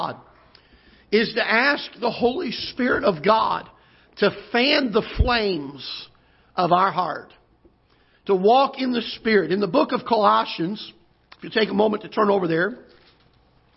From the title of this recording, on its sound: Ketha Heights Baptist Church ~ Live Broadcast